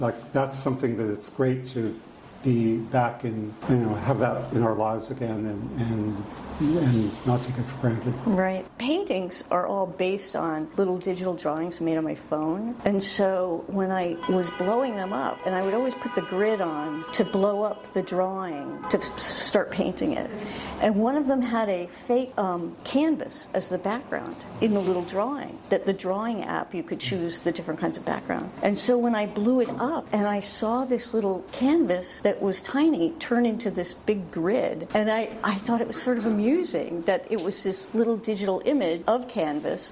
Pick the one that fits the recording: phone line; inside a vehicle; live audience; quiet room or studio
live audience